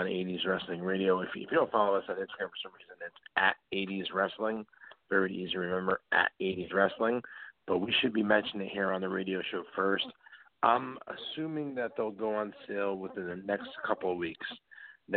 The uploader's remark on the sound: we take your calls LIVE on the air!